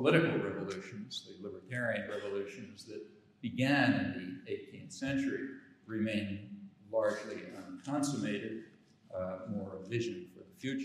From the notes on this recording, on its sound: the keynote address at the Self-Determination and Power Conference in Glasgow, Scotland.